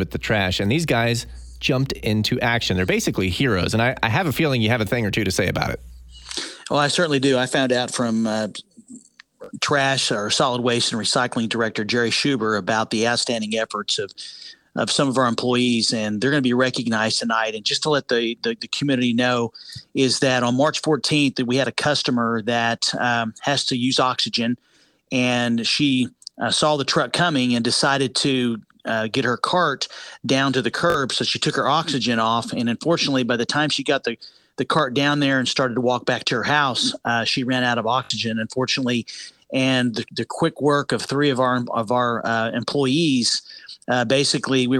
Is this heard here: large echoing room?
no